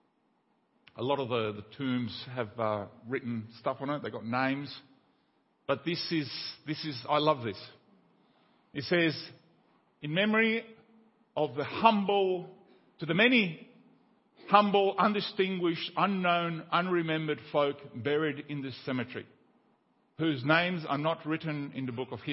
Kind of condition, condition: setting, large echoing room